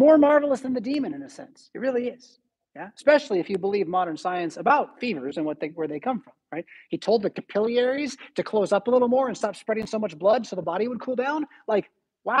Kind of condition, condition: setting, large echoing room